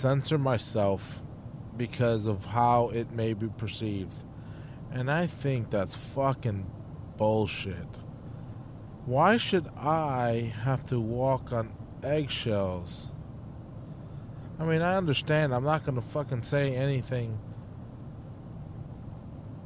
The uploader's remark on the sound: podcasting while driving